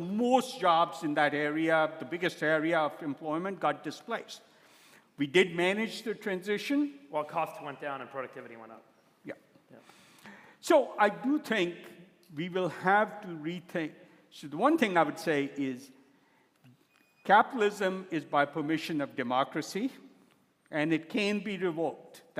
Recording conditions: live audience